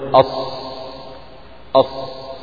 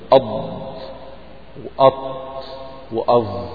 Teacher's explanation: فالصاد والضاد والطاء والظاء هذه الحروف الأربعة اللسان فيها ينطبق على اللثة العليا، مما يؤدي إلى انحصار الصوت بين اللسان واللثة العليا، وتسمى · Term: حروف الإطباق